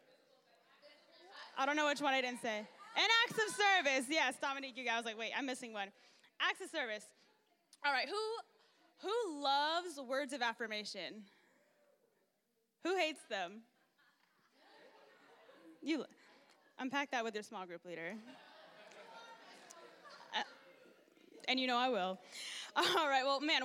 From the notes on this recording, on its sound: Takes the stage at Wednesday Night Live.